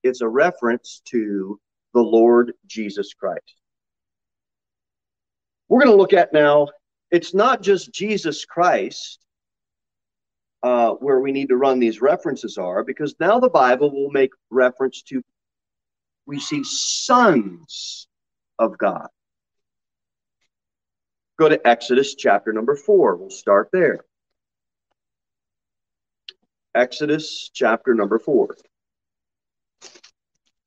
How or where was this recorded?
large echoing room